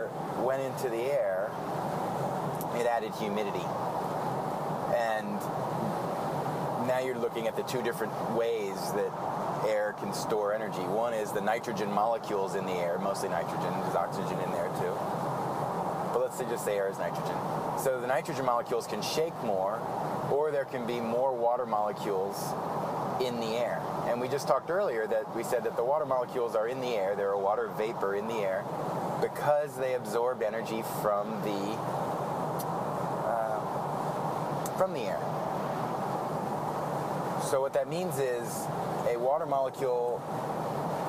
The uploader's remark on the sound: The episode takes place in a van. Prepare yourself for the soothing background hum of the open road. Records his thoughts with a mobile microphone.